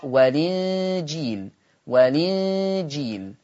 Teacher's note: اللفظ الثاني والإنجيل، فهذا اللفظ فيه النقل، تنتقل حركة الهمزة، الهمزة المكسورة دي الكسر ينتقل إلى اللام فيصير المنطوق لام مكسورة